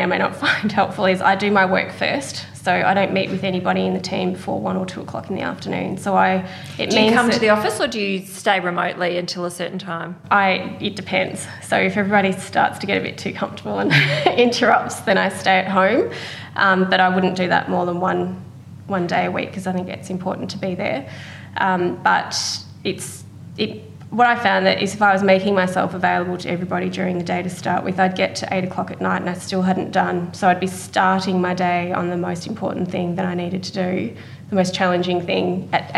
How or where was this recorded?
busy venue